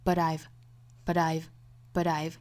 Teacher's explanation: but I've 连读读成一个 but I've, but I've, but I've 有一个小小弹舌音